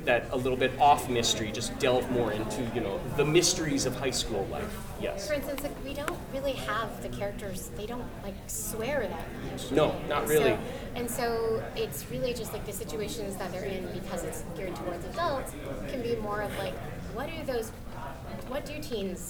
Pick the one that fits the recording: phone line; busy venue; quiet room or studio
busy venue